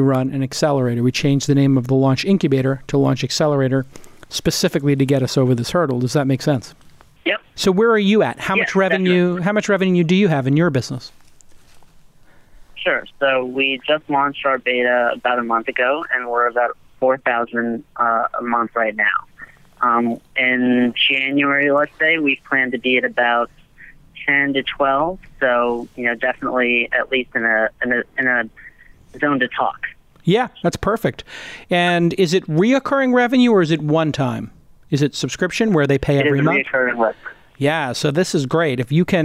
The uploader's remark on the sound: Call-In